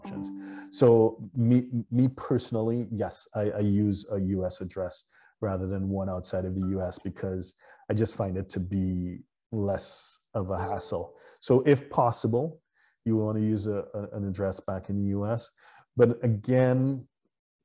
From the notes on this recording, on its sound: (LIVESTREAM). For those joining us on Zoom. What you guys have come to this, to this live stream, you have questions.